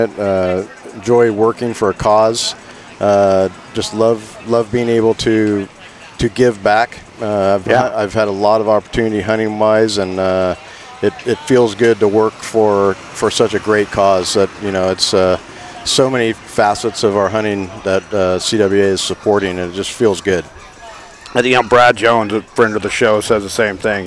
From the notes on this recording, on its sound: On location at the 2023 CA State Duck Calling Competition in Colusa, CA. This annual event hosted by Kittles Outdoor & Sport Co.